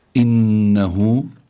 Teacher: إنه كان توابا، إنه، عن هون نون مشددة، وكما ذكرنا سابقا النون المشددة تغن دائما · Term: الغنة